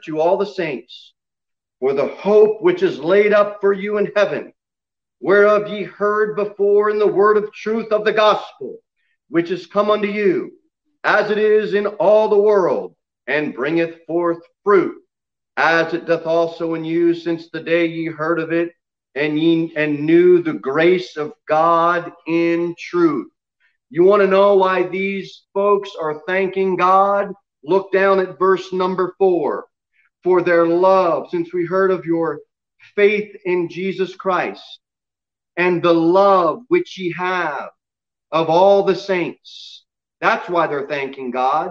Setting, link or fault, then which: setting, large echoing room